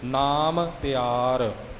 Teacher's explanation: ਪਹਿਲੇ ਅੱਖਰ ਦਾ ਮੰਮਾ ਦੂਸਰੇ ਦਾ ਪੱਪਾ ਆਪਸ ਵਿੱਚ ਮਿਲਣ ਨਾ ਸਪਸ਼ਟ ਉਚਾਰਨ ਵੱਖਰਾ ਵੱਖਰਾ ਹੋਵੇ